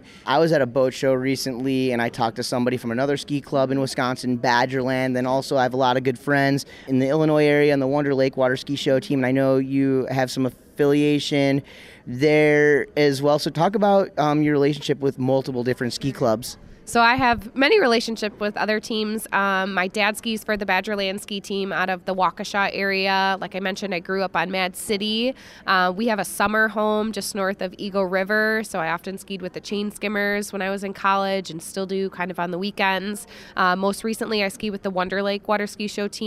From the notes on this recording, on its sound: stops by the 2020 Wisconsin Think Tank Water Ski Convention & Expo